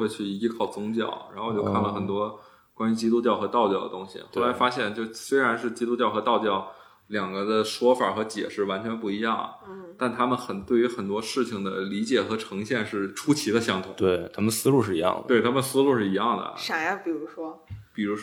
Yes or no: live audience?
no